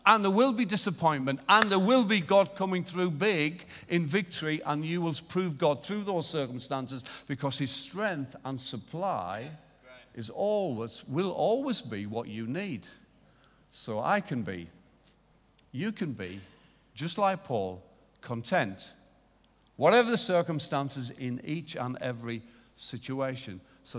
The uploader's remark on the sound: Recorded live at Life Church on Sunday 23rd June 2019.